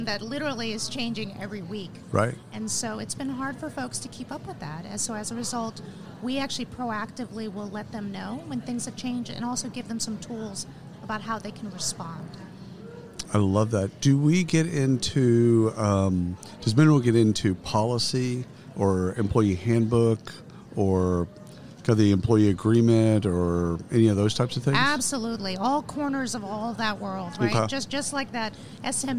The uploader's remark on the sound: Live from SHRM 2022